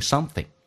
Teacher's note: 这个单词后鼻音发成前鼻音